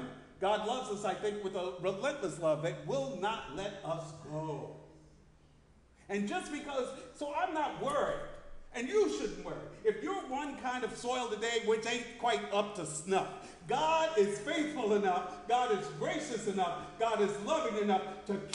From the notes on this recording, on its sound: Sermon preached at RCHP on July 16, 2023.